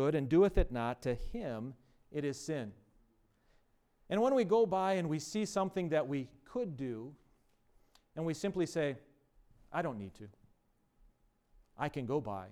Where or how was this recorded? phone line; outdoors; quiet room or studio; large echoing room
large echoing room